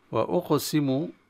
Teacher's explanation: كلمة أقسم تتوسطها حرف القاف وهي ساكنة، وحكمها عند السكون القاف القلقلة، وهي نبرة قوية عند الاضطراب في المخرج. والقلقلة بالمناسبة نوعين أو قسمين، قسم منها أو منه مصغر أو صغرى، وقسم قلقلة كبرى.